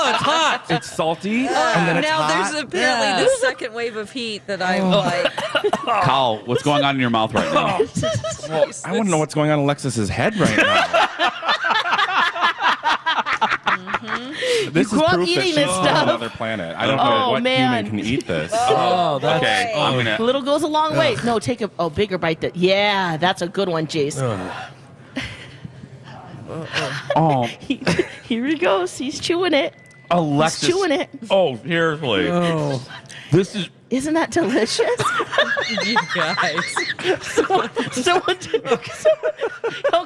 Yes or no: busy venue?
yes